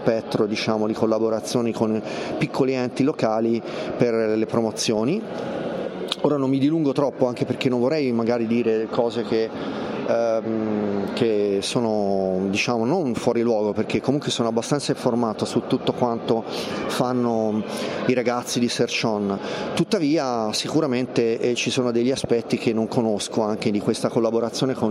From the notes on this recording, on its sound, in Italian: In diretta dal Web Marketing Festival di Rimini. La seconda giornata del #WMF22 di Rimini.